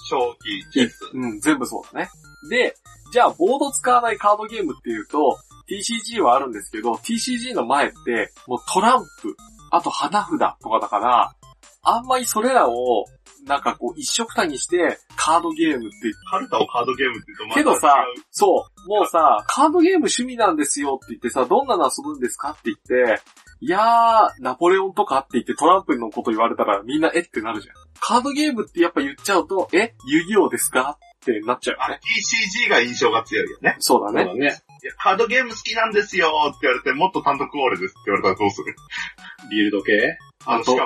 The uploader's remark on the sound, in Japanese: 今回もスカイプ収録となっております。一部音質が悪かったりもしますがご容赦ください。